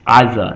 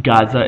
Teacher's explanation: So if there's a vowel attached to ayin, you would say the vowel while constricting your vocal cords in kind of like a guttural gulping sound · Shown in: first take